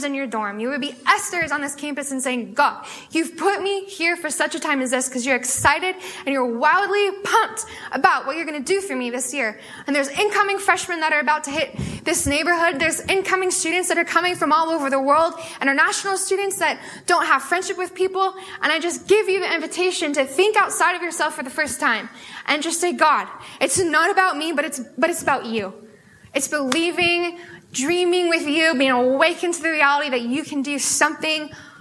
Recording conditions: live audience